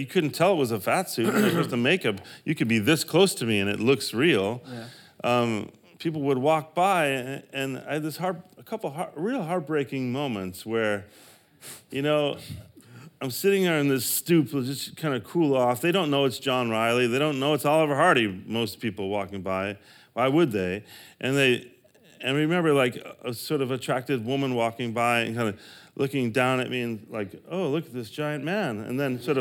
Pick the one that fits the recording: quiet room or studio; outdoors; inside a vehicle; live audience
live audience